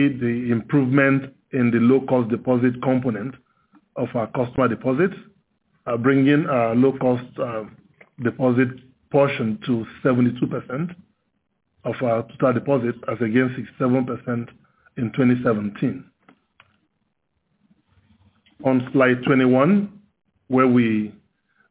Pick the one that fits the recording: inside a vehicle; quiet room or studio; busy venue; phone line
phone line